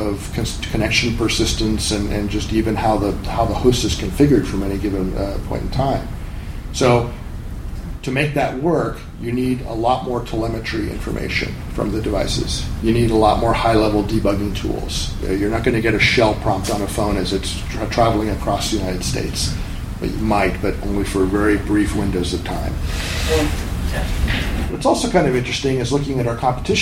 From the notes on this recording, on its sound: A recording from MeetBSD 2014 in California.